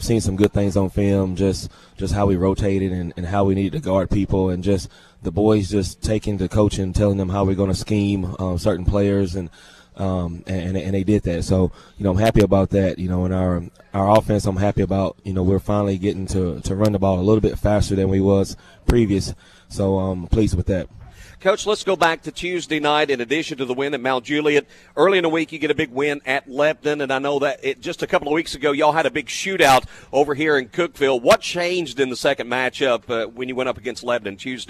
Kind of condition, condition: setting, busy venue